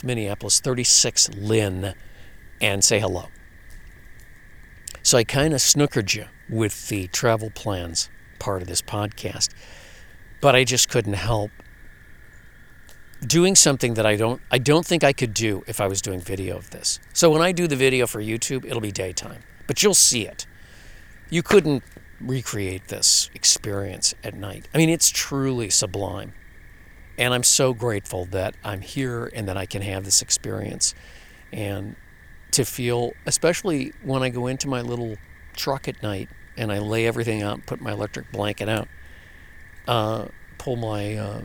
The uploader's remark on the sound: Live From The Lake Shore. From the shore of one of those famous fishing lakes in Western Wisconsin comes the sounds of early spring up here. That is to say the bugs really haven’t gotten started yet.